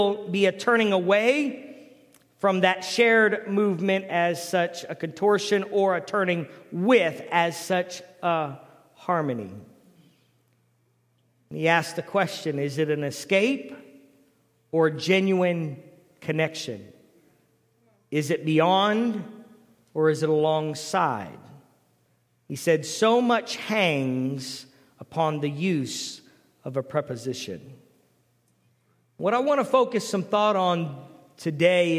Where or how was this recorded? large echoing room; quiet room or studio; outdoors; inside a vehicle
large echoing room